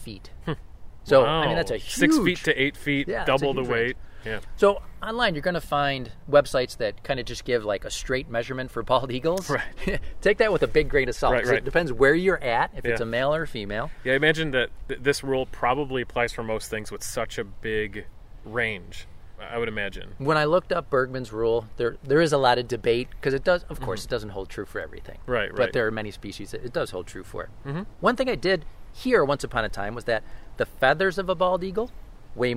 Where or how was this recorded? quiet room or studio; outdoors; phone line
outdoors